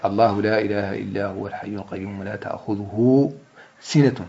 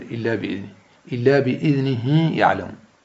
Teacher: الهاء هاء الكناية إذا كانت قبلها حركة وبعدها حركة، فنافع يصلها بالواو في حالة الضم ويصلها بالياء في حالة الكسر · Term: الصلة